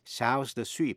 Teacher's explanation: Hai sát âm sibilant sounds, Sounds the Sweep là một thí dụ về điệp âm, alliteration.